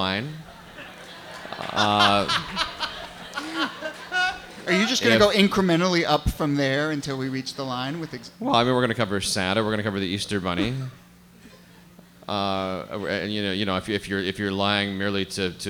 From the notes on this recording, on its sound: Ask Roulette is a conversation series in which strangers ask each other questions on stage. This excerpt is from our October event at Housing Works Bookstore in New York City. Some audience members.